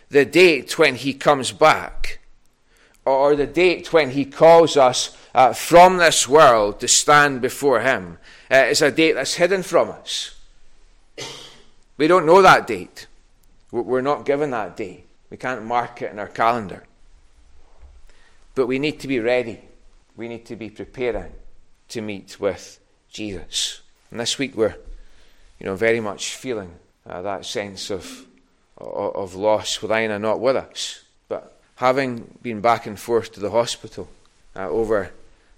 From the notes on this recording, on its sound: recorded at North Harris Free Church on Sunday morning 23rd January 2022.